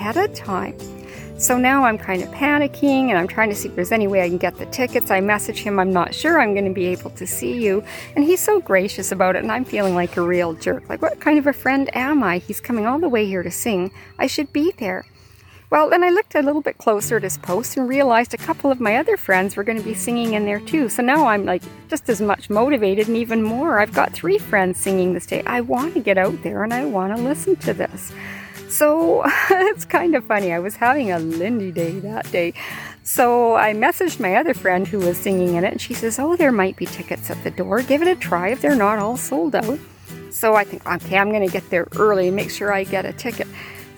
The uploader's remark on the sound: What started out as a quick late afternoon walk turned into a thought-provoking podcast recorded outside with nature. Please be forgiving of the occasional "hiss" that was coming from the cell phone recording, in addition to the sound of the plane overhead. It was an "on the spot" recording, direct from the heart.